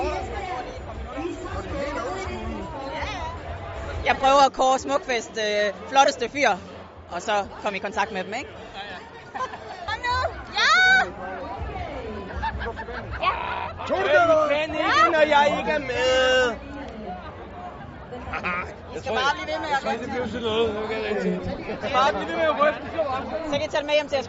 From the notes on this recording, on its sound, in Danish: De Smukke Nyheder runder årets festival af med indslag fra skoven.